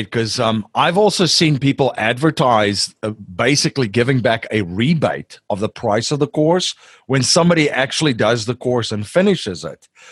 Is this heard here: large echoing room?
no